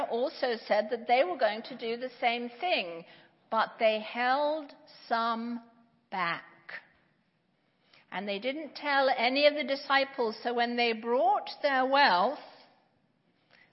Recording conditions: large echoing room